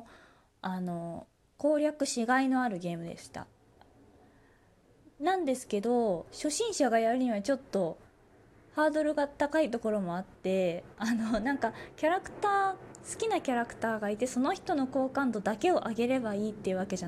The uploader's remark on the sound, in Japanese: Radiotalk。自宅でスマホによる収録のため様々な騒音が収録されています、ご了承ください。